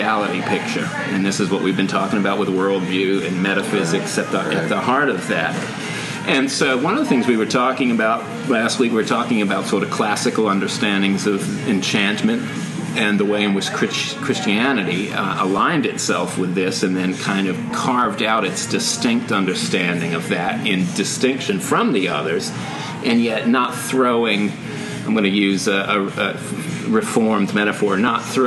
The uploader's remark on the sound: Fittingly, the guys had to choose between air-conditioning and optimal conditions for recording the show. Sounds like the wrong choice was made. This is our last episode with our old recording equipment.